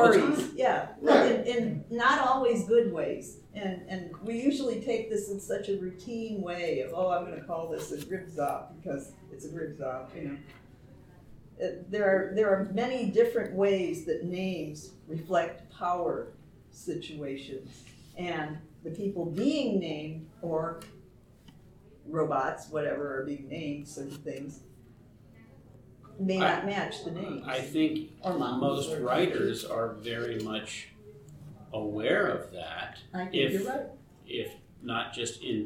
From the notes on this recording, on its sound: Recorded 11/10/2023 Live at TusCon 50.